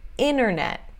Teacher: esse T que basicamente some, desaparece, acontece quando tem NT em uma sílaba átona, uma sílaba fraca · Term: vanishing T